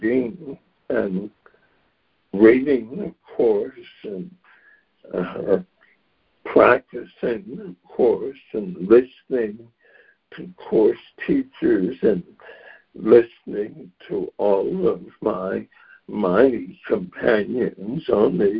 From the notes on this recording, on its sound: ACIM Daily Conference Call